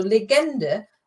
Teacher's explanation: if you put the emphasis on the second syllable, so legende, that would be a legend